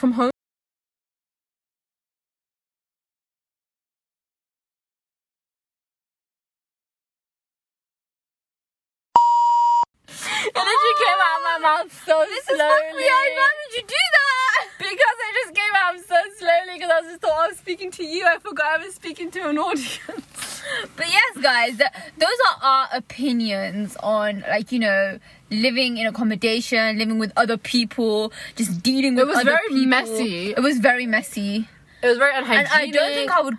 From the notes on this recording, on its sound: Today’s episode is recorded from the comfort of a car in a Maccy D’s car park, whilst we enjoy the simple pleasure of life, a McFlurry.